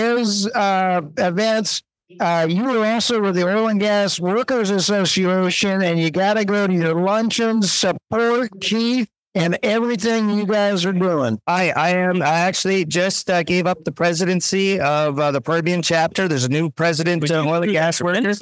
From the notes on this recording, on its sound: Live from NAPE.